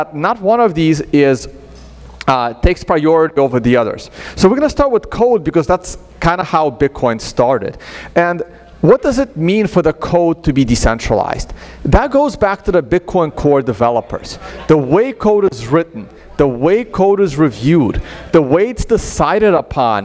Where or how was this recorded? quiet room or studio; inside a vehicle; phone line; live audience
live audience